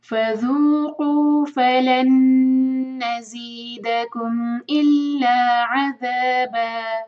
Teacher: فلن نزیدکم میں نون مشدد ہے، یہاں غنہ کریں گے، تھوڑا رک کر آگے بڑھیں گے